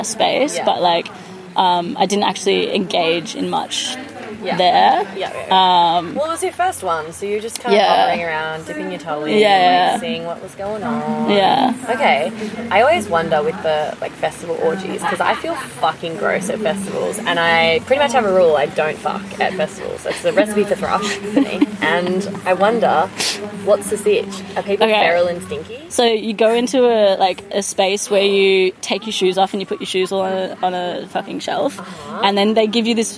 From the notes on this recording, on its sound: The Labia Lounge LIVE at Summer of Love. I asked festival goers. The sound isn't amazing in this one as the music was loud at the festival and I forgot a crucial piece of the recording tech as I'm still new at this live thang!